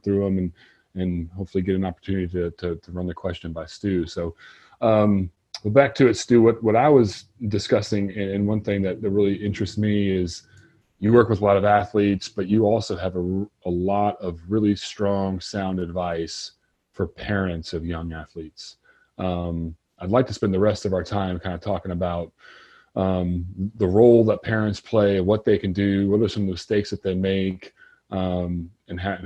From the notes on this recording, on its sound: Listen to part 1 of our Zoom Webinar